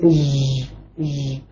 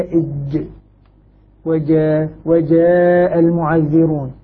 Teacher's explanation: الجيم حرف غير مهموس مجهور، فعندما ننطق به ينبغي أن لا يكون هناك أدنى جريان للنفس · Shown in: second take · أثناء. وهذا الذي يقع به بعض الذين يقرؤون يقول إج أول شيء أعطاها رخاوة، أعطاها صارت رخوة ومهموسة، بينما هي إج وجاء وجاء المعذرون.